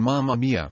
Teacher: the Italians speak in a typical downward tonality